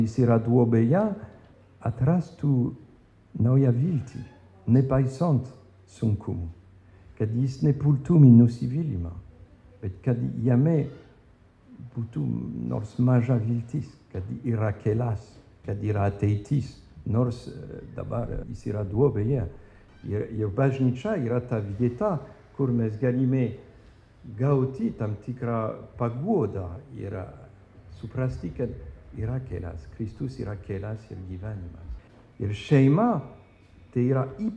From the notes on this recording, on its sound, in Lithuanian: Įrašas iš Švento Jono šeimų festivalio.